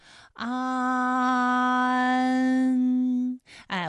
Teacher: 软腭下降，打开鼻腔通路，紧接着舌面前部与硬腭的前部闭合，使在口腔受到阻碍的气流从鼻腔里透出 · 起点元音是前低不圆唇元音啊，舌尖抵住下齿背，舌位降到最低，软腭上升，关闭鼻腔通路啊 · Term: 鼻韵母